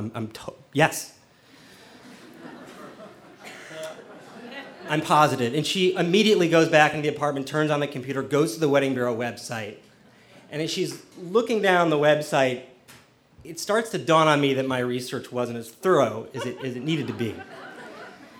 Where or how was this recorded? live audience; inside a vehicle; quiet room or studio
live audience